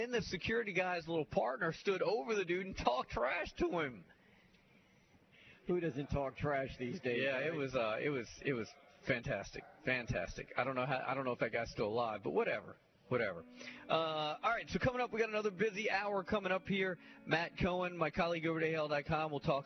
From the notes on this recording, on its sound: LIVE at Baumhower's Victory Grill